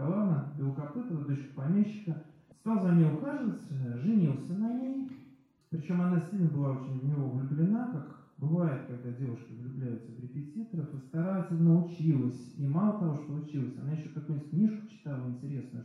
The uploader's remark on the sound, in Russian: Лекция в Доме культуры «Ясная Поляна» 14 марта 2020 года